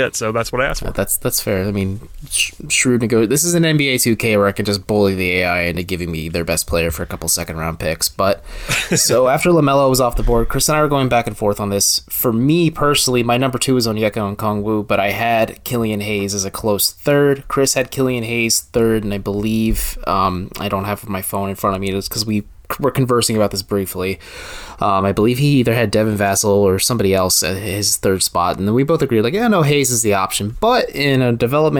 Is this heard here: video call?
no